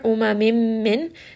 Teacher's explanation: this is going to be idgham with ghunna, we are going to merge these together